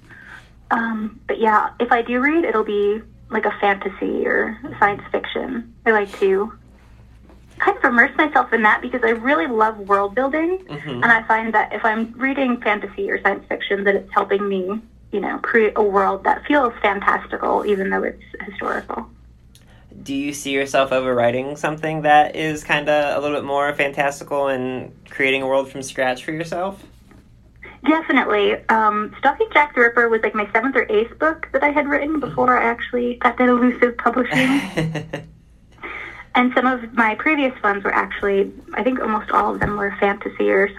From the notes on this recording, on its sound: via phone